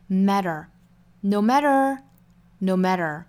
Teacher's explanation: No matter,美音的话是 matter.Matter,注意里头有一个弹舌音，舌尖轻轻的去拍硬腭，一弹而过